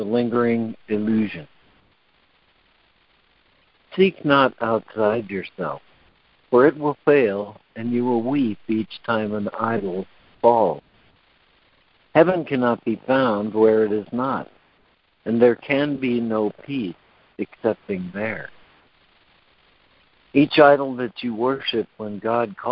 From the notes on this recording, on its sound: ACIM Daily Conference Call